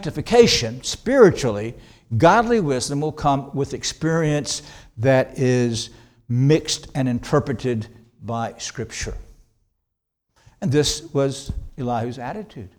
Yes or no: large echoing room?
yes